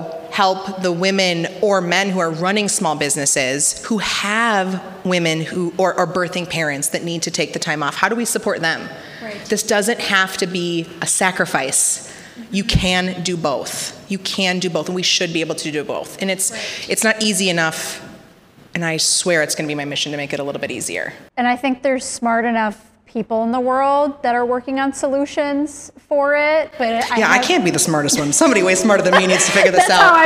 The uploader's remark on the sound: LIVE from the Neu Neu in Minneapolis. During this live show.